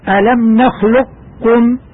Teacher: يجوز فيه الإدغام الكامل أي النطق بكاف خالصة مشددة ألم نخلقكم ويجوز الإدغام الناقص بحيث يبقى أثر للقاف وهو التفخيم